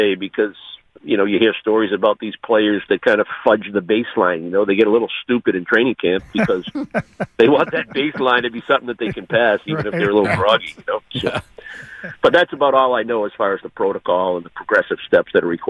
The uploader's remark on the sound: calls into the show